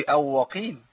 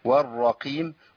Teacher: عندنا بعد كده الراء مشددة بتاعت الرقيم، ناخد بالنا من ان احنا ما نخفيهاش خالص وما جيبش بدلها واو · Shown in: second take · ما قولش او وقيم، ما ينفعش.